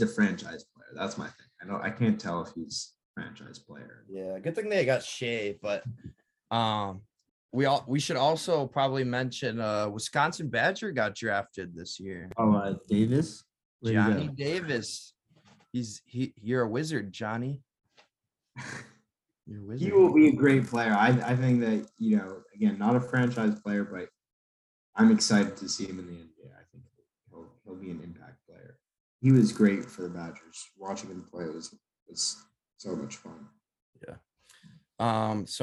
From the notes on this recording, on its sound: Over zoom. Before we were rudely cut off by Zoom.